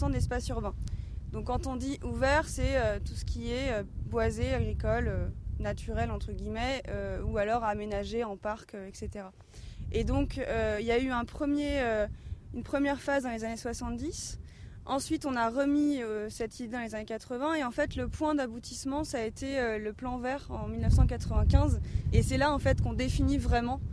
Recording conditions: outdoors